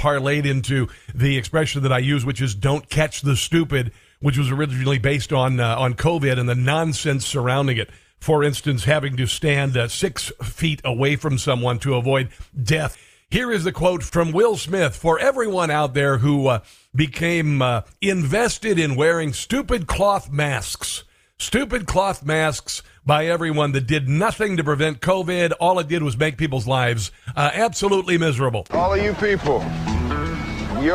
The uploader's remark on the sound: Radio listeners call in to today’s show and voice their opinions.